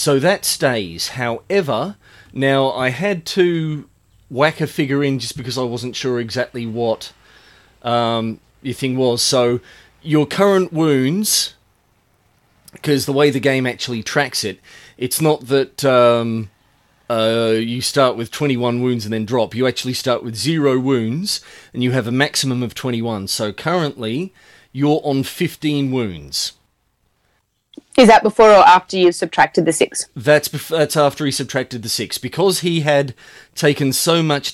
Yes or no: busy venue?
no